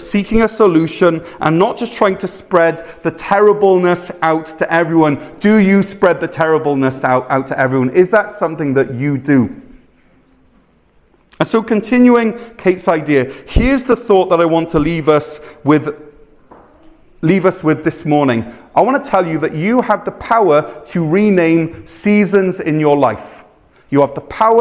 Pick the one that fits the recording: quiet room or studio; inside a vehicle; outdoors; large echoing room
large echoing room